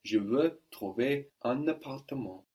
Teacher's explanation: So I really put the N onto the beginning of the next word.